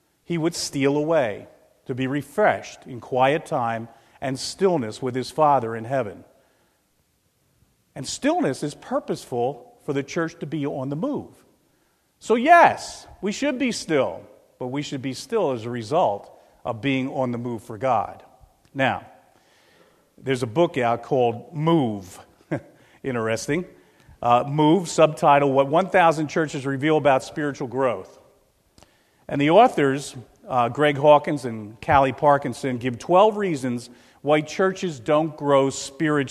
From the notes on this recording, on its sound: This is a recording of the Lebanon Bible Fellowship Church in Lebanon, PA on 5/1/2016 during the morning service